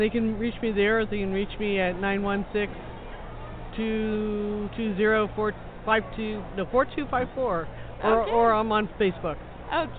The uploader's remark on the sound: take in the sights and sounds of America's Family Pet Expo at the Orange County Fiargrounds.